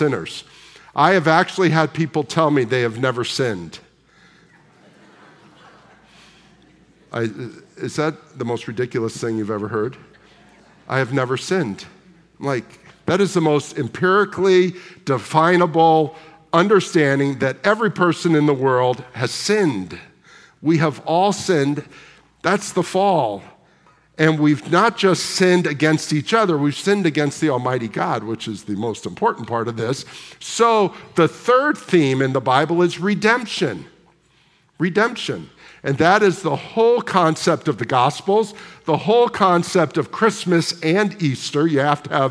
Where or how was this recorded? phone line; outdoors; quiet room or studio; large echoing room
large echoing room